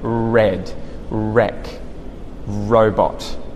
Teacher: It doesn't completely touch the roof of my mouth, or it would turn into an L sound instead of R. So it curls up and you say red, wreck, robot.